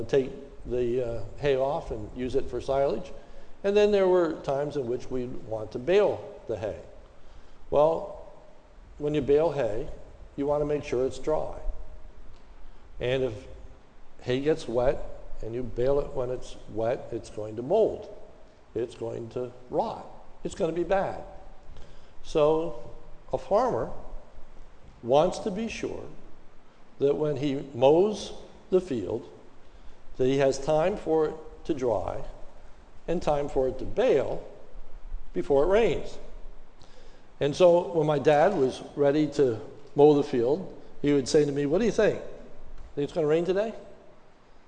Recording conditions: large echoing room